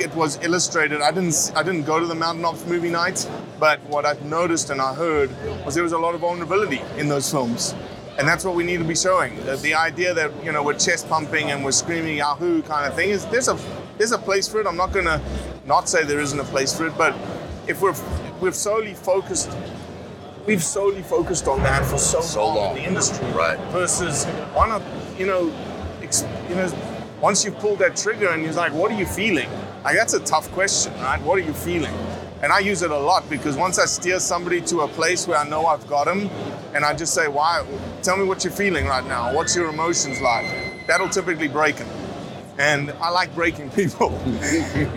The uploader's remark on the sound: Hunt Expo 2020 live Interview